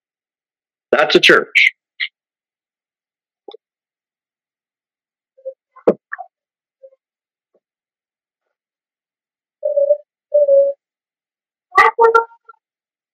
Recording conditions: large echoing room